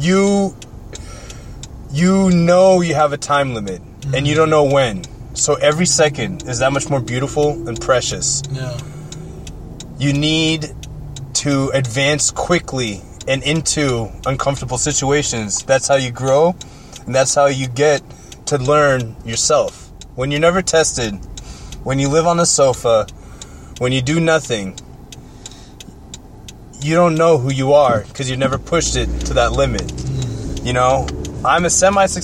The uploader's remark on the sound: Record a series of Pshort Pshows while driving all over the city.